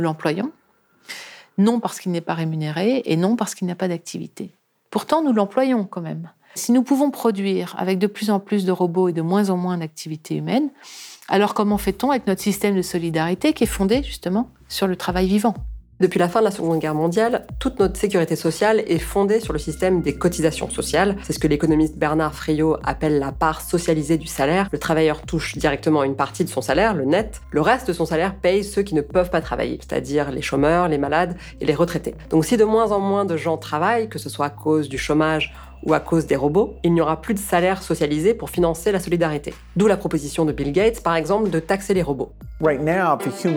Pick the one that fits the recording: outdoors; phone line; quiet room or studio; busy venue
quiet room or studio